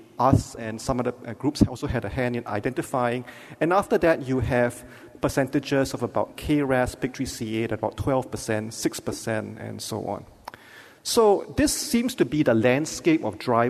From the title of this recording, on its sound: Keynote Lecture